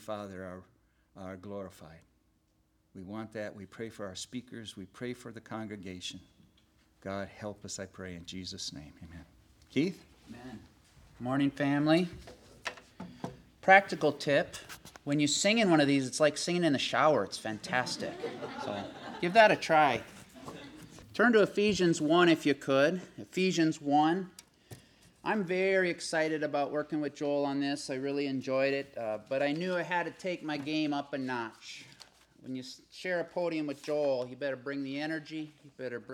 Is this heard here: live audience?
yes